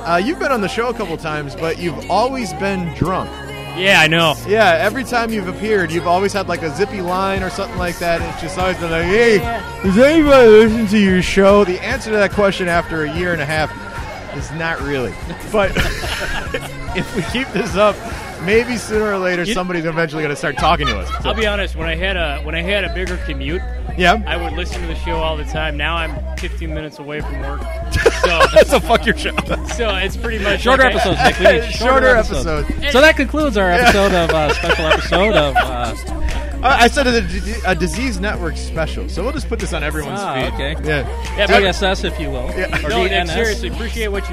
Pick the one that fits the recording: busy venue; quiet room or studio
busy venue